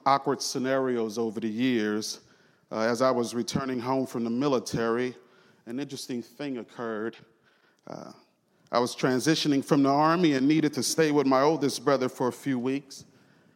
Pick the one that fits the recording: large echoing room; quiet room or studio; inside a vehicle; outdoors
large echoing room